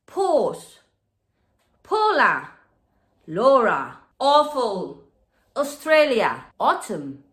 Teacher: La A y la U o la W juntas en una palabra en inglés no es au, es o